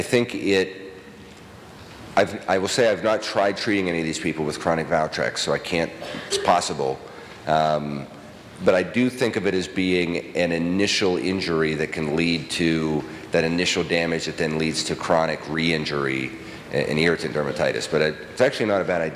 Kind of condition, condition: setting, large echoing room